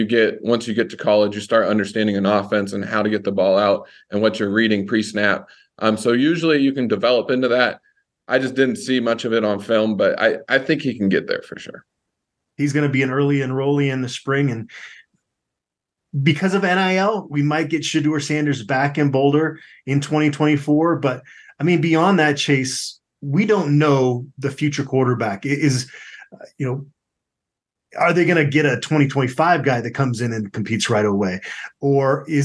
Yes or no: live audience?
no